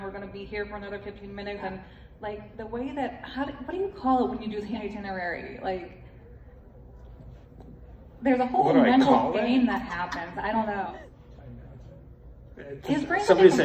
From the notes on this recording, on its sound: recorded at Days of the Dead Chicago on November 18, 2022